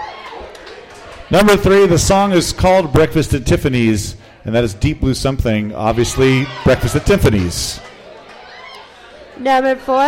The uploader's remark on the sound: Live at the Local 907 in Renton! 13 of the best and brightest trivia teams around compete in our first-ever tournament finals!